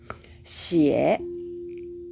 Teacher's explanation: この X の発音はですね比較的口の先の方で前の方で、えー、作るシーンになります